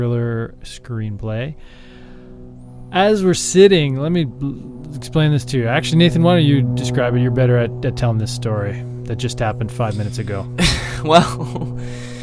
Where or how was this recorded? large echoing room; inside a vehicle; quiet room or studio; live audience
inside a vehicle